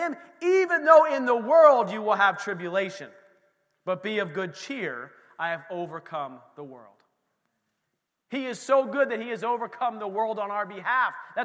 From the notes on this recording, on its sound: This recording is of the whole service.